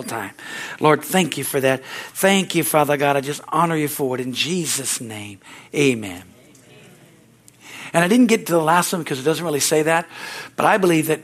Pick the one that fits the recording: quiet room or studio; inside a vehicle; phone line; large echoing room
large echoing room